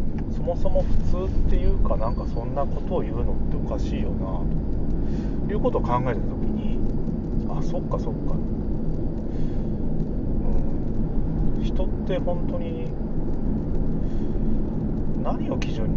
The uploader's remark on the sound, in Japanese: 車の中で収録